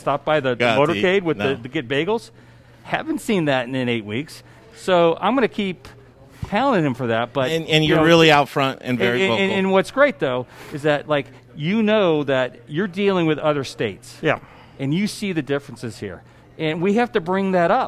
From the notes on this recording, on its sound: We're live at Blake Street Tavern downtown